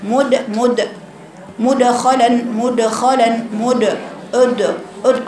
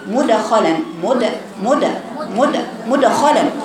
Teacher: انت تأثرتي بالضمة اللي قبلها فقرأت الدال المقلقلة مشوبة بالضم · Shown in: first take · فشبابك لسه مد مد مدخلا مدخلا مد أد أد، خطأ.